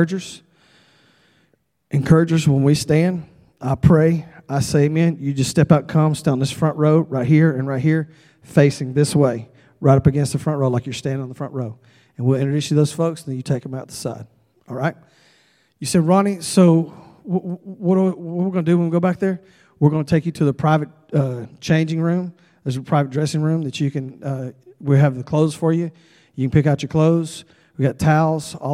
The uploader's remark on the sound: at Broadway Baptist Church, Lexington, Kentucky